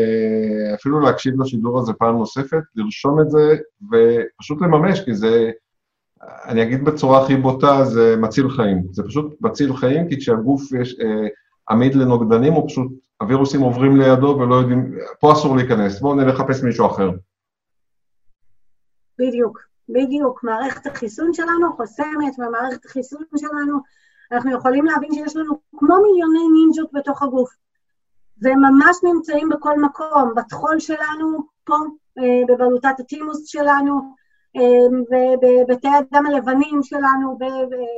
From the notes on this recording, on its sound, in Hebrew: אנחנו בתקופה קשה של מגפת הקורונה, כולנו בבית וגם תוכנית זו הוקלטה בזום בבית.